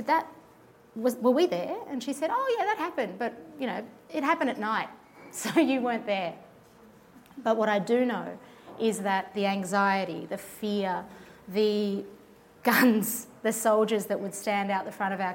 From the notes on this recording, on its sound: In front of live audiences in Melbourne and Sydney (so please excuse the sound of plates and cutlery in the background). This episode is a mash-up of the two events.